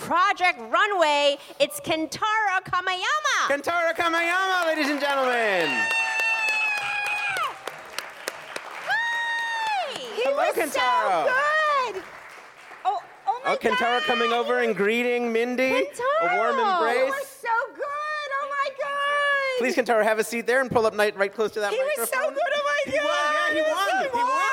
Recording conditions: busy venue